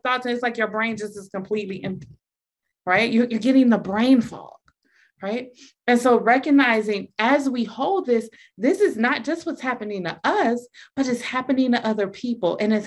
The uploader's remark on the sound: This is an audio recording from a Zoom meeting and may include language not relevant to a podcast setting.